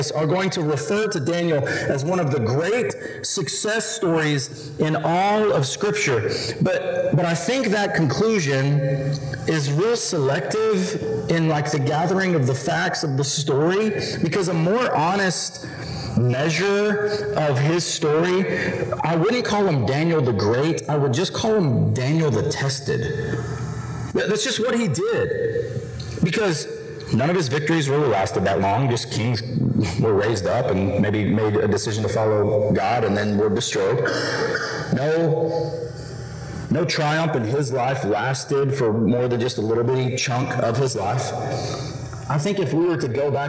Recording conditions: distortion